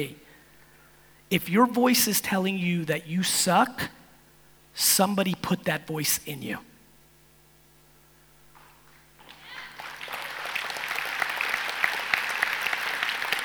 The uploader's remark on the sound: National Achievers Congress - Kuala Lumpur Keynote